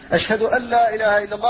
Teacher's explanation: أشهد أن لا إله إلا الله فلا تظهر النون ولا غنتها، لأن النون أبدلت لاما فادغم اللام في اللام · Term: إدغام خالص